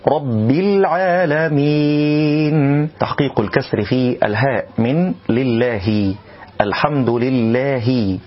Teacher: تحقيق الكسر في الهاء من لله، الحمد لله، دون مبالغة حتى لا نأتي بياء